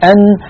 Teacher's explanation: لو تأملنا حرف النون يا إخوة نجد بأنه يخرج من طرف اللسان ويقرع ما يحاذيه من غار الحنك الأعلى هكذا، بعد أن يقرع طرف اللسان ما يحاذيه من غار الحنك الأعلى ينقفل هذا المكان انقفالا تاما، يعني أن طرف اللسان جزء النون شديد شديد، يعني لا يجري معه الصوت.